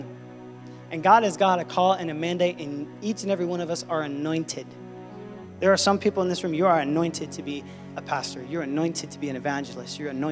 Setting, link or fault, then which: setting, large echoing room